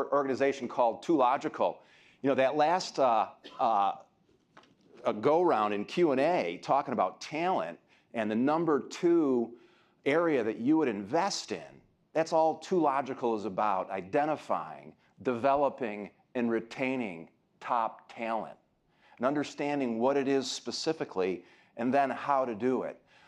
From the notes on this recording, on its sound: keynote address at Citibank’s “Leading to Become the Best” Conference